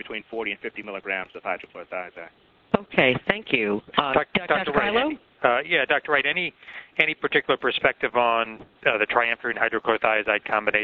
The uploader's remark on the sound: April 2005 Author in the Room® Teleconference.